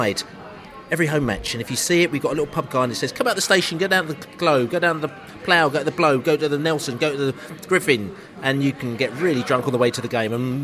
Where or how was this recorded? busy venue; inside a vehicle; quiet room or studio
busy venue